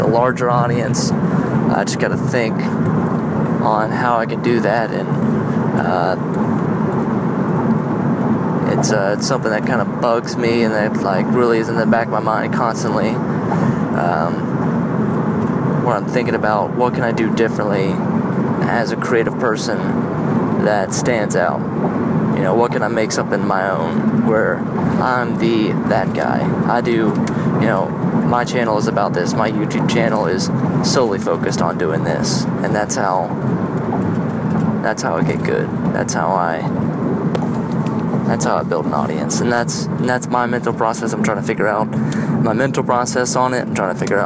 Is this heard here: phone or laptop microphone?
yes